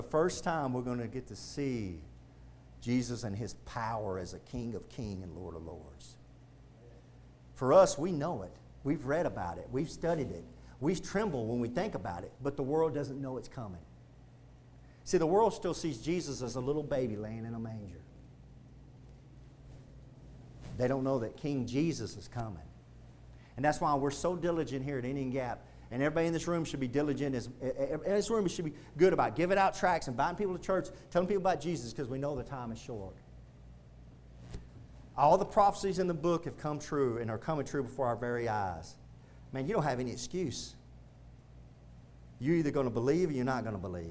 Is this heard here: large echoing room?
yes